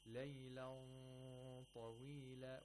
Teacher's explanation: We have ikhfa of nun sakin here. And the nun sakin is pronounced by approximating the place of articulation of the ta and at the same time making a nasal sound for two vowel counts